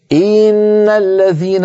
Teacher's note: أنا تعمدت تطويل كسرة إن فتولد منها ياء منطوقة، ياء لفظية · Term: الإشباع